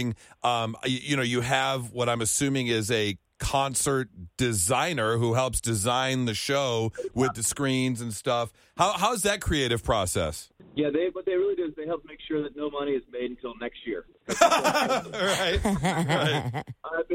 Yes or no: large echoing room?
no